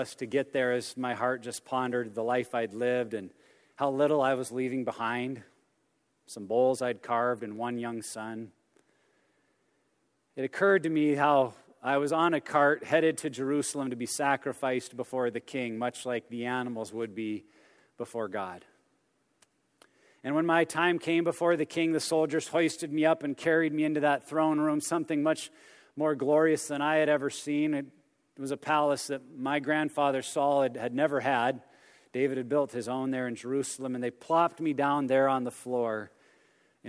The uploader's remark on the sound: message from our 2017 Men's Conference